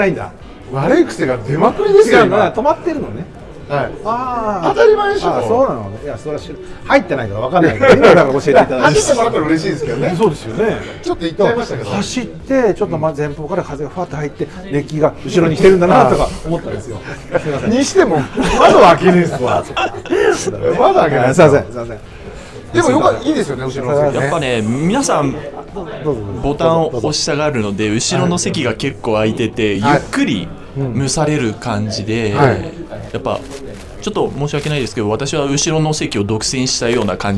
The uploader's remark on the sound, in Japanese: 万平蒸祭 in ホテルマント富士 でスナック濡れ頭巾を行った際の公開収録。